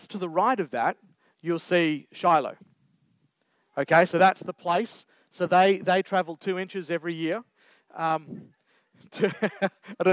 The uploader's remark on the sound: Recorded Live on 1st October 2023